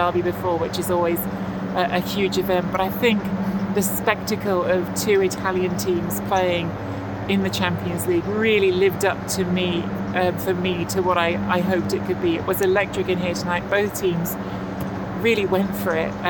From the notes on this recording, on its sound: Live from the press box at the Stadio Giuseppe Meazza in San Siro, Milano, after an electric first leg of the Milan v Napoli Champions League quarter final tie.